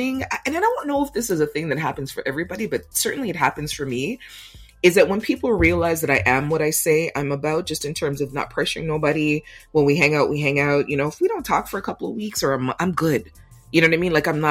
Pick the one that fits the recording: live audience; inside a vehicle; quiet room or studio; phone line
quiet room or studio